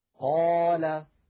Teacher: القاف مفخمة فالألف تبعتها في التفخيم · Term: تفخيم الألف